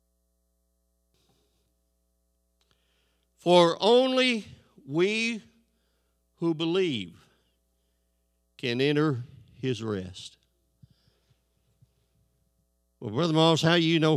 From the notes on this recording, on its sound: This sermon was recorded live on May 1st, 2022 at Newark United Pentecostal Church.